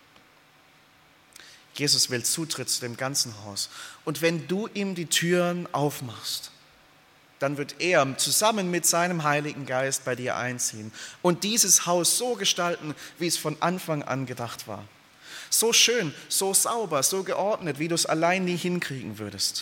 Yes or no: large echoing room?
yes